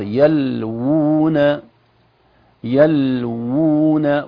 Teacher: الواو الأولى واو مضمومة ممدودة